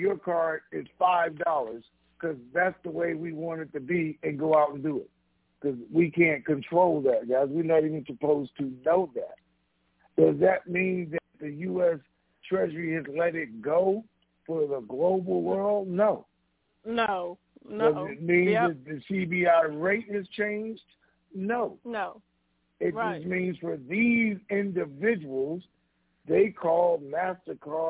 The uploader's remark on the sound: TNTSuperfantastic Conference Call